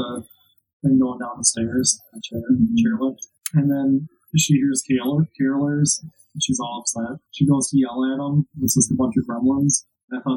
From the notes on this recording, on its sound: fudged the recording and it sounds a lot like poop